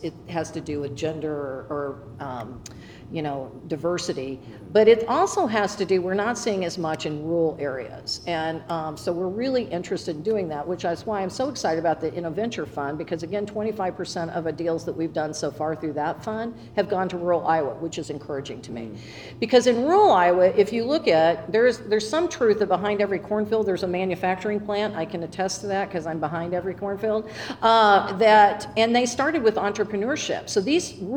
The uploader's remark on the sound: live from the stage of The Englert Theatre as part of EntreFEST 2023